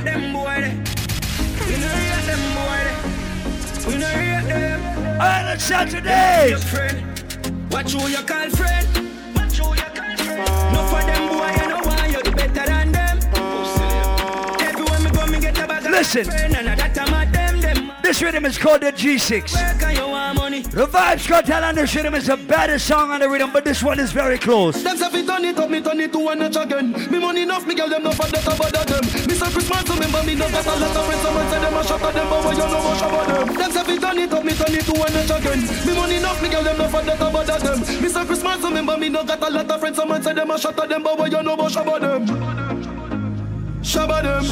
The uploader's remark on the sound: LIVE AT ISLAND SATURDAYS ON OCT 12TH